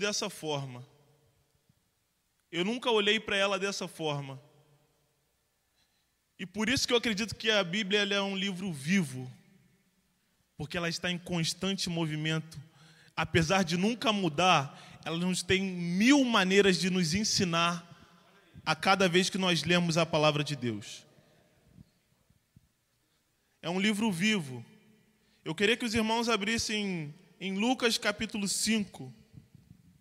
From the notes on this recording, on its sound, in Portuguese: CULTO DE LOUVOR E PALAVRA AO VIVO.